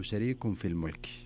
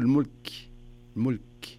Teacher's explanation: إذا وقفت على الكاف كأنك يعني تسمع همس · Shown in: second take